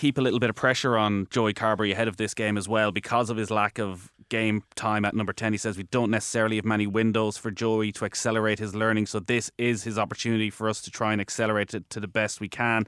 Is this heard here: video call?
no